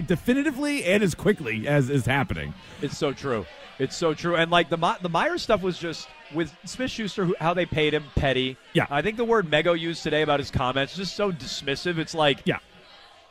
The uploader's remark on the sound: Remote broadcast outside the TD Garden as we're all ready for the Bruins Opening Night ceremony and game.